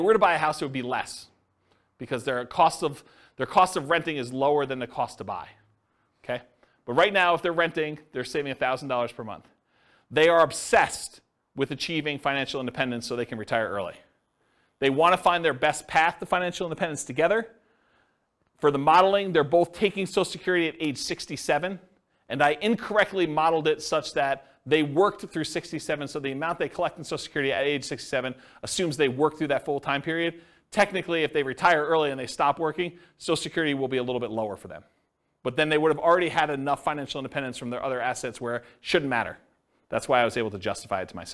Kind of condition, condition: setting, live audience